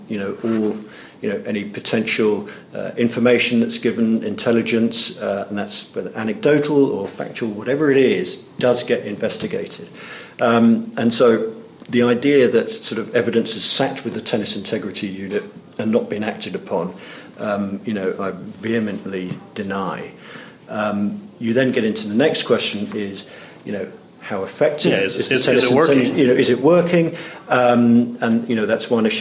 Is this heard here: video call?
no